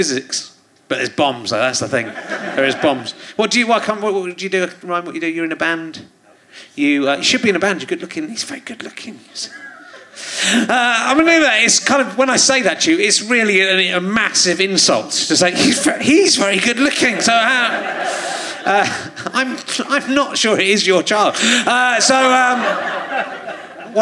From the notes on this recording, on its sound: Leicester Square Theatre Podcast. Especially when her 15 year-old son is in the audience.